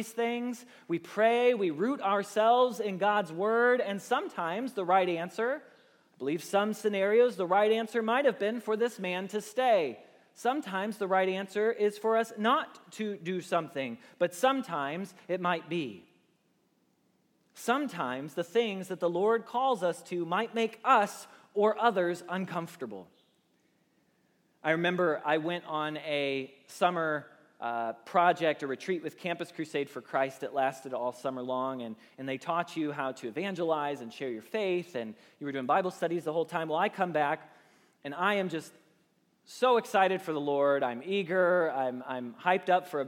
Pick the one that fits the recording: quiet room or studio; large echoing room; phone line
large echoing room